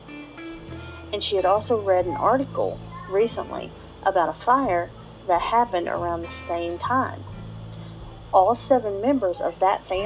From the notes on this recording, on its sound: I apologize for the background noise. I tried recording at a different time and my 3-year-old wasn't cooperating.